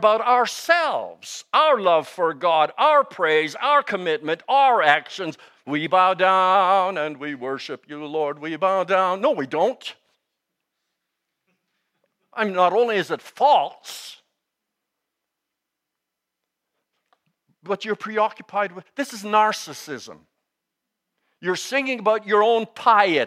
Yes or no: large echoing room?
yes